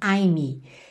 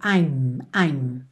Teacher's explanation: É o I apóstrofo M. Então, o som termina na letra M, ou seja, lábio com lábio. · Shown in: second take